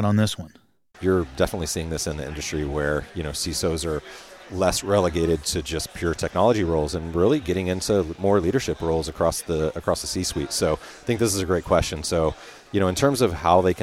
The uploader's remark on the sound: conducted live at RSA 2023